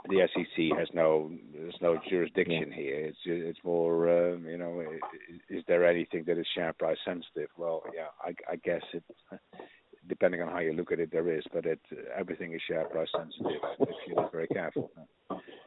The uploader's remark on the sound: Full phone call.